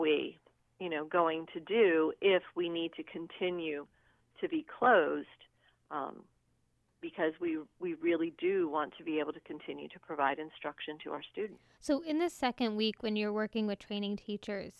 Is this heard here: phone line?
yes